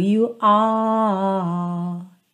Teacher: Esse E tá pintadinho de cinza porque não é pronunciado, então lovely you are. Você vai reparar que não há aquela ideia da língua enrolada, ar, da porta com a perna esquerda. É como se fosse um A mais prolongado. You are. E para por aí. · Term: R britânico